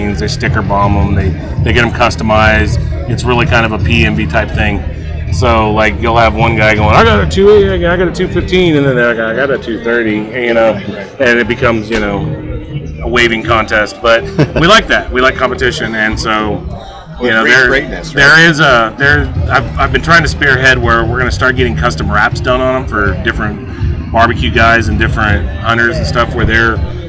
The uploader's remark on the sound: The Best Lineup from the American Royal 2023. In this episode we on location at the 2023 American Royal.